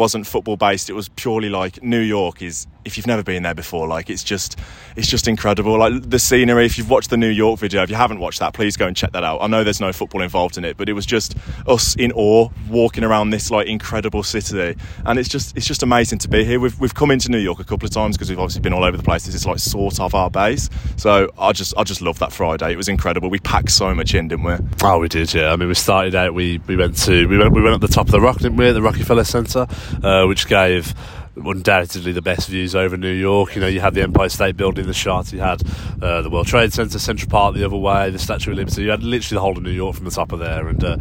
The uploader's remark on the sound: Live from Central Park, New York